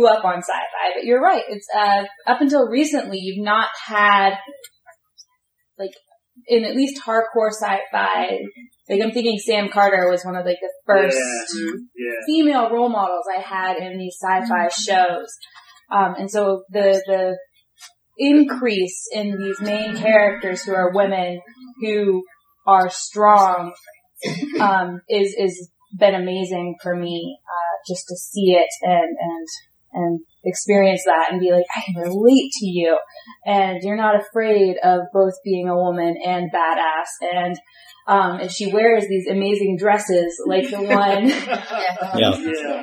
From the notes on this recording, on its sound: Panel at Dragon Con 2015